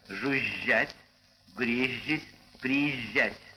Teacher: Но группа из двух «Ж», а также одинаково с нею произносящаяся группа «ЗЖ», не на стыке приставки с основой, в московском литературном произношении звучат мягко